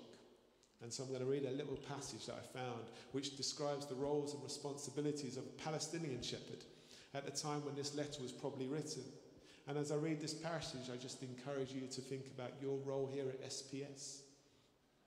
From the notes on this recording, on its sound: Streamed live at St Paul's Shadwell